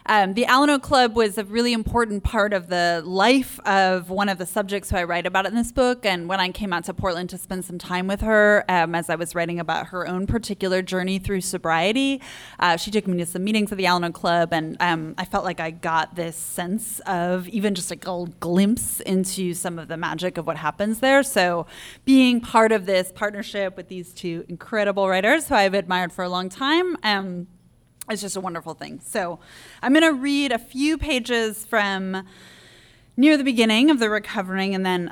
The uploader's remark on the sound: A special event, recorded in front of a live audience at Literary Arts event space in downtown Portland. This event was part of a partnership with the Alano Club of Portland and their Artists in Recovery series.